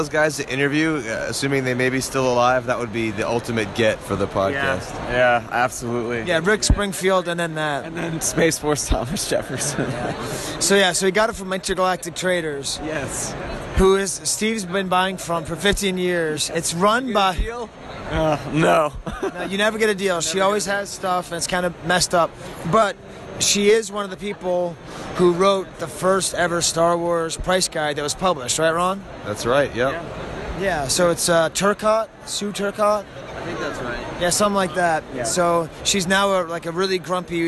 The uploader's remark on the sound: Live from the Collector Social Podcast stage and from the show floor of Celebration Chicago, 2019. Some iffy sound quality.